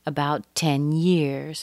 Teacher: one ends with a T, the other begins with a T. Hold that T a little bit longer. Don't open your mouth.